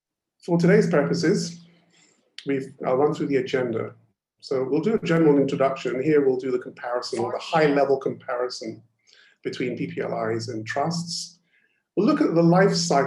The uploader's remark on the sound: Webinar audio recording dated 8 Dec 2020.